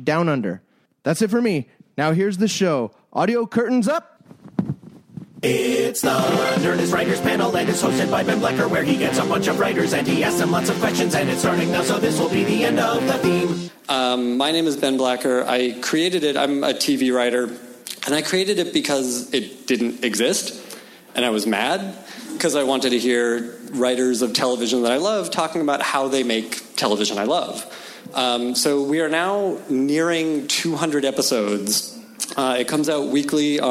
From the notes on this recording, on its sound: Recorded live at Largo at the Coronet on April 13, 2015.